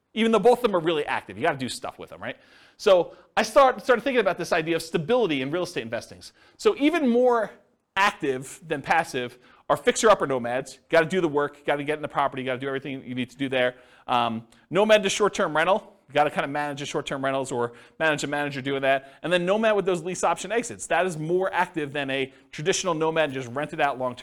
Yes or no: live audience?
yes